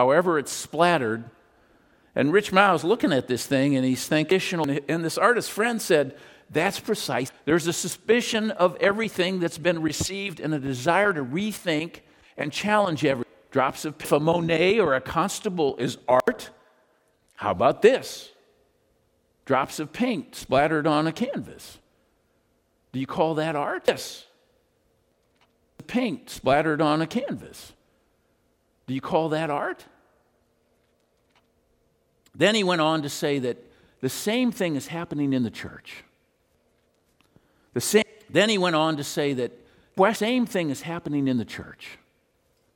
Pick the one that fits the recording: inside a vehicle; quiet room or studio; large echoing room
large echoing room